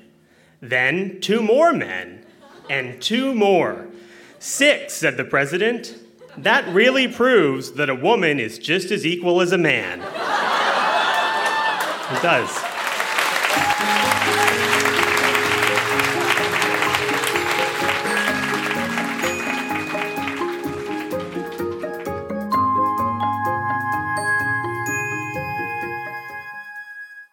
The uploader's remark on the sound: Recorded live at The Spice Factory in Hamilton.